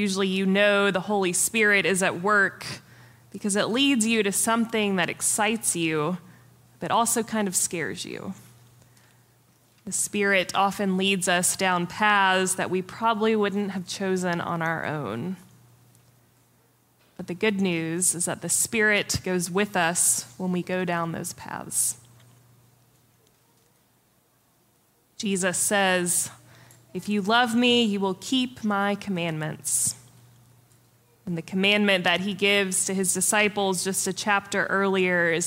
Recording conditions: live audience